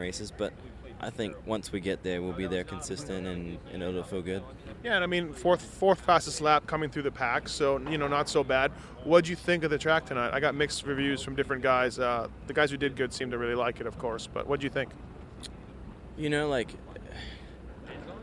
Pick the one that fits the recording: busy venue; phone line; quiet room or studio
busy venue